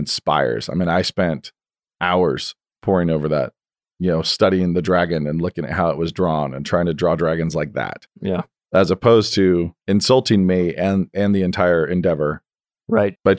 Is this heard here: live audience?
no